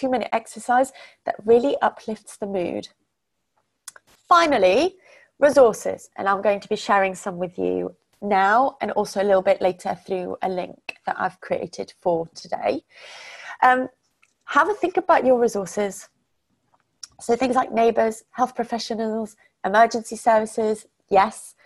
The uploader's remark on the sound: We are sharing the audio from our recent webinar.